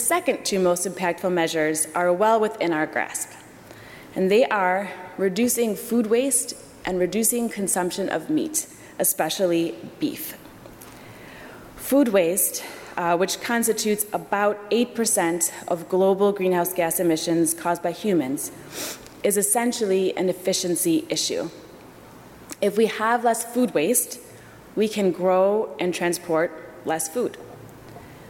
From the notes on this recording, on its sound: during the 10:30 AM service on Sunday September 2, 2018 at First Presbyterian Church of Arlington Heights, Illinois.